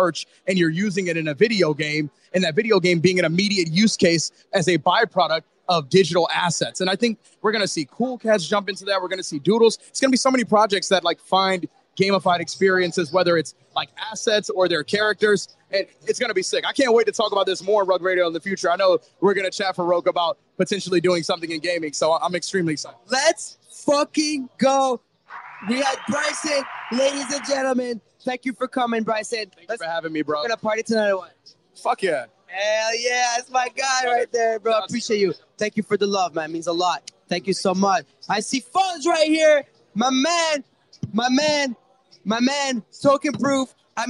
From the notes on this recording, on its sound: Today's episode was broadcast live from the Ledger OP3N event held in Paris, France.